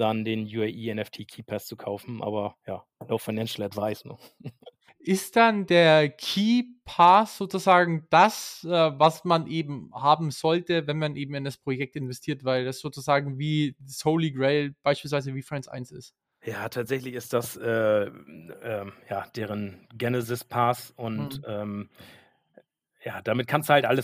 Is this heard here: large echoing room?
no